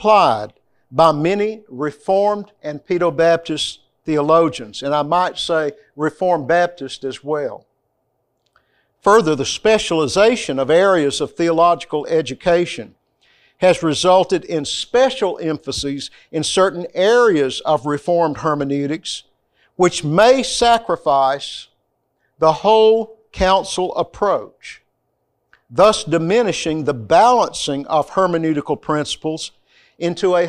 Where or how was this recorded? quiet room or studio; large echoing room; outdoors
large echoing room